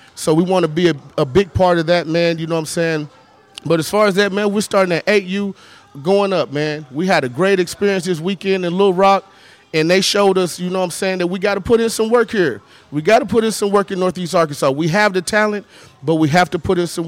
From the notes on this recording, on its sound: LIVE from J'Town's Grill